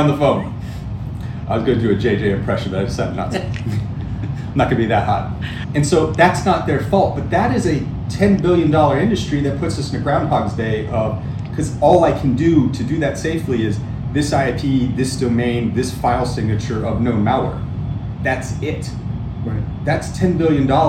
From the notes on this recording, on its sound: at RSA Conference